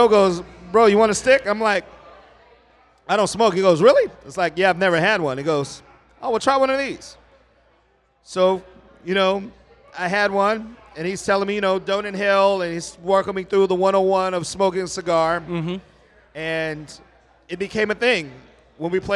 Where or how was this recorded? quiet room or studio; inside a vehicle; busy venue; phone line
busy venue